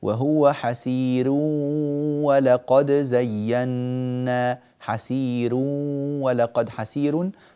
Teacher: هذه الراءات في حالة الوصل أيضا مرققة لأنها راءات مضمومة ومسبوقة بياء ساكنة ياء مادية يعني فهذه الكلمات إذا وصلناها نقول إذا وصلنا وهو